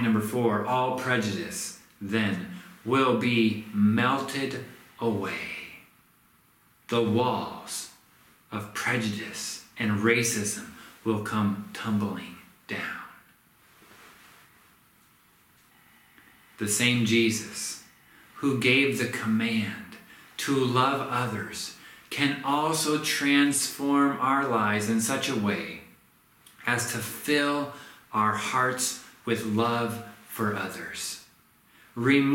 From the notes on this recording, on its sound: This sermon was recorded at Middle East University.